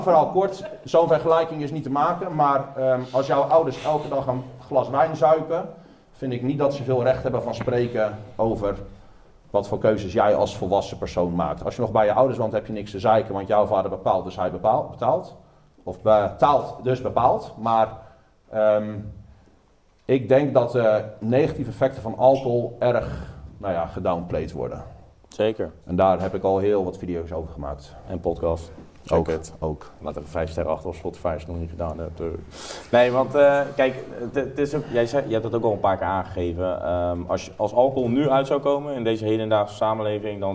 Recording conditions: busy venue